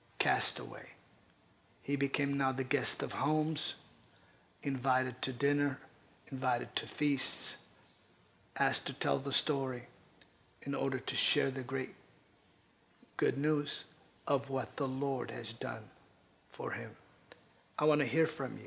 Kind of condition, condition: setting, large echoing room